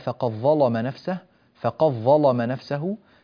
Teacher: الدال تدغم في الظاء